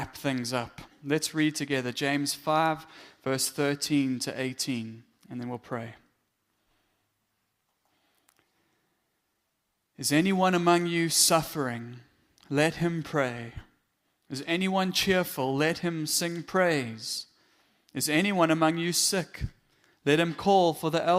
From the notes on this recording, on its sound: Morning Worship Service - 18 September 2022